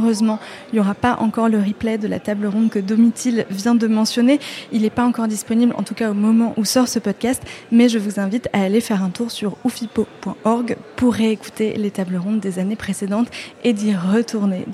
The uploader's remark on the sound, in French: Longueur d'ondes 2024. Rendez-vous des passionnés de la radio et du son, ce festival fêtait cette année son vingtième anniversaire. En arpentant les couloirs du Quartz, la scène nationale qui accueille cet événement célébrant le son sous toutes ses formes.